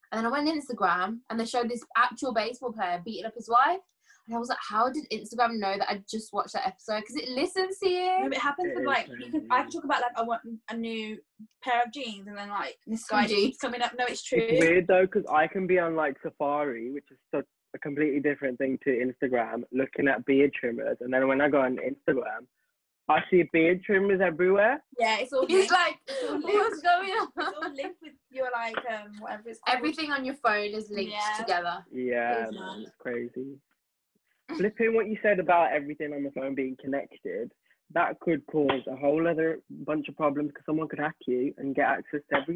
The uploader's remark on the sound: We’re back to the zoom calls.